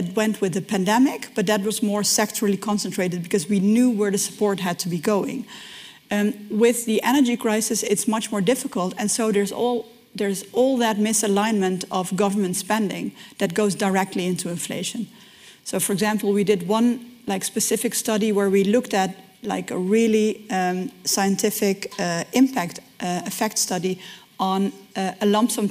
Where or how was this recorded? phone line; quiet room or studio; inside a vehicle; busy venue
busy venue